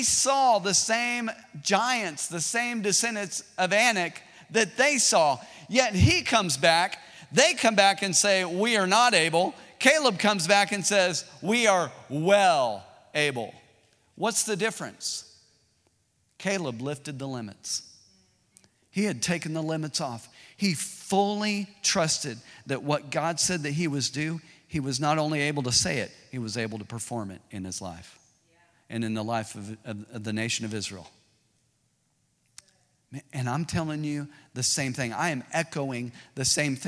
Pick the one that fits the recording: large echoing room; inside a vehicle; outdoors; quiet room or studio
large echoing room